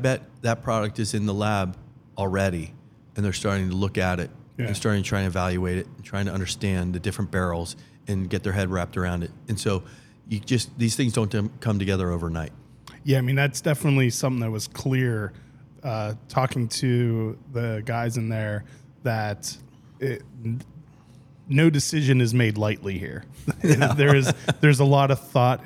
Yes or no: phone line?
no